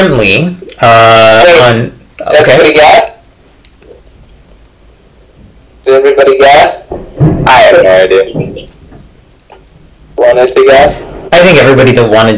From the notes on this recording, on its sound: I'm pretty sure the sound quality sucks.